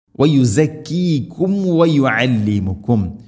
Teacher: സുക്കൂനുള്ള മീമിന് ശേഷം വാ വന്നാൽ രണ്ട് ചുണ്ടുകൾ തമ്മിൽ തട്ടിച്ച് മീമിനെ പൂർണ്ണമാക്കിയിട്ട് അഥവാ കൃത്യമായിട്ട് ഉച്ചരിക്കണം